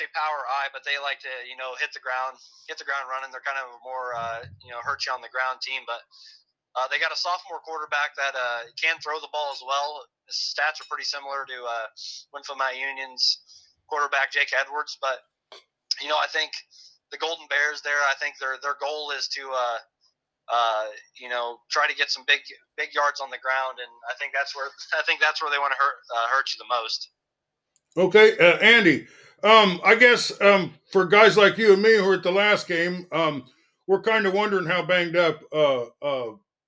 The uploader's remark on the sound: call in from the road